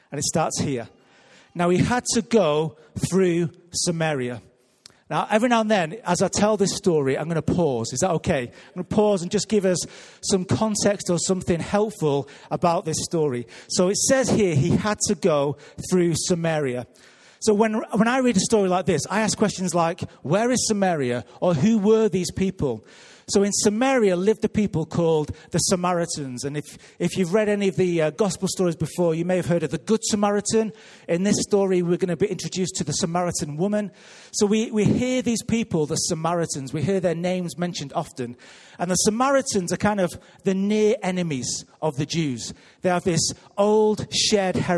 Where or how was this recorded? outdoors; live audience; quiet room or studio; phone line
live audience